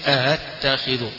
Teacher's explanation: ذلك أن يخفف الهمزة الثانية، فيقرأ ورش وابن كثير ورويس أأتخذ، يبقى الأولى همزة الثانية همزة مخففة